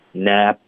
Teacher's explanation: 那 nap 的 p 呢我们要省略，所以嘴唇会合上